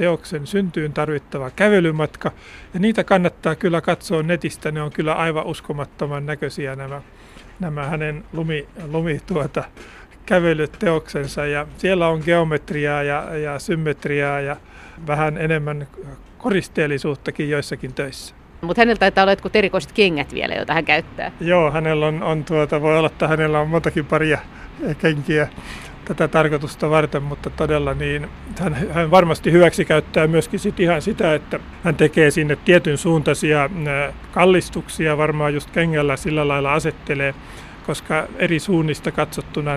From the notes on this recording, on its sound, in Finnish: vesisateisella lumiretkellä